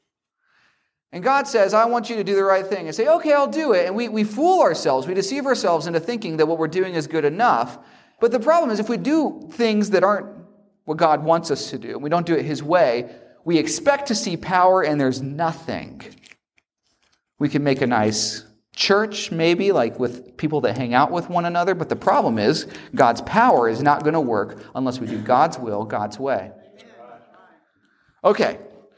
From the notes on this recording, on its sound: preach a revival at Fortsonia Baptist Church near Elberton, Georgia